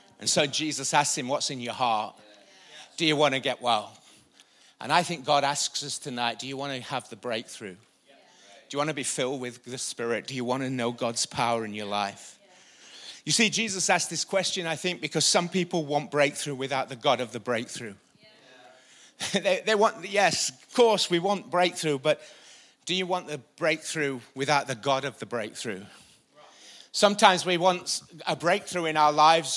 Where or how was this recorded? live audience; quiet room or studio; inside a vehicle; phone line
live audience